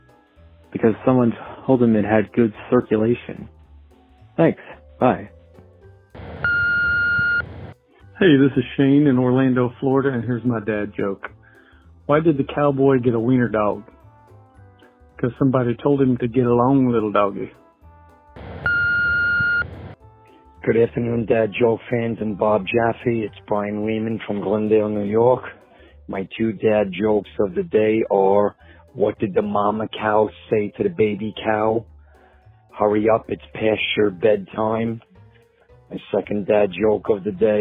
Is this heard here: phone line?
yes